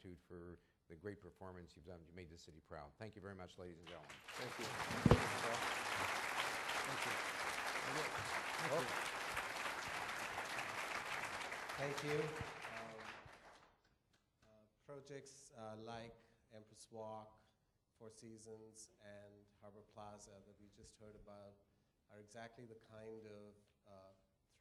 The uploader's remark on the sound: Attendants at ULI’s 6th Annual Fireside Chat listened silently. 2014 Fireside Chat.